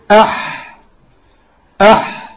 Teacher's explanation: يبقى الحاء من الحروف اللي بتقف في الزور، تقف في الحلق